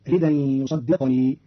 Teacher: قرأ قالون كلمة ردأً بنقل التنوين إلى الدال ويصدقني بإسكان القاف والياء فتصير الجملة ردأً يصدقني.